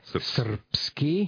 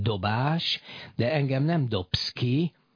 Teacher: De a nyelvnek a neve szrbszki, és a B átváltozik P-re.